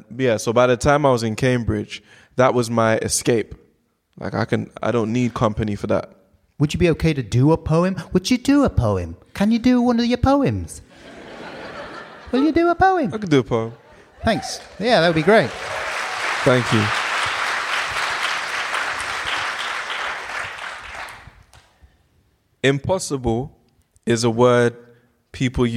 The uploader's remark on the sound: LONDON PODCAST FESTIVAL 2019. Recorded in front of a live audience at The London podcast Festival.